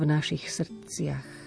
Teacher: V našich ostáva neznelé, ale v srdciach to neznelé to je len naznačené.